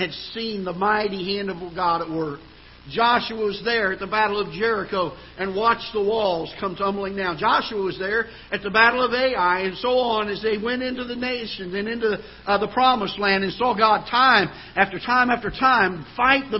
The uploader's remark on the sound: Ketha Heights Baptist Church ~ Live Broadcast